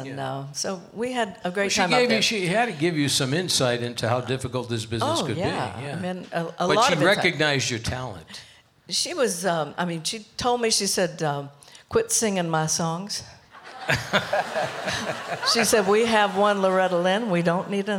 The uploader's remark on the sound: Live at the South Point Casino